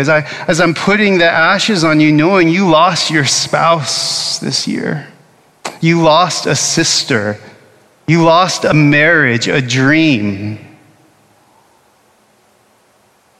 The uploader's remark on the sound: Originally preached at Bethany Lutheran Church in Austin, Texas on Ash Wednesday of 2024.